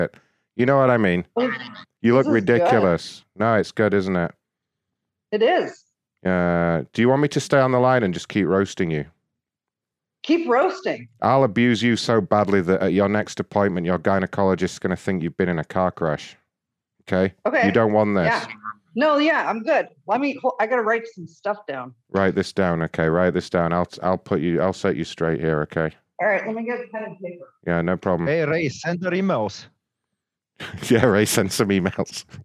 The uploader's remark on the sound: Annoying people on the phone and showing up to Zoom conferences that we weren’t invited.